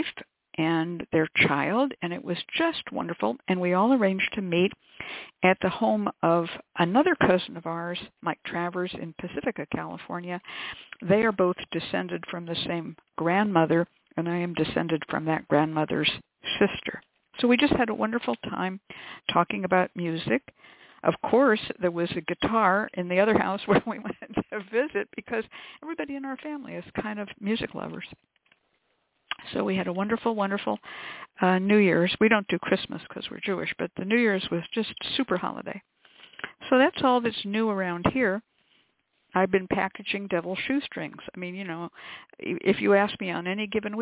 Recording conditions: phone line